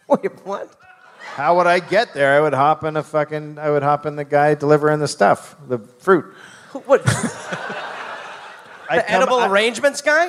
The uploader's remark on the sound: Live in Detroit